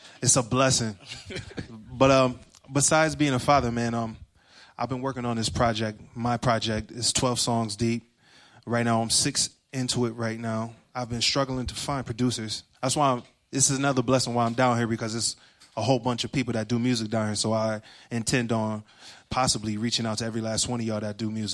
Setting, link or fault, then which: setting, busy venue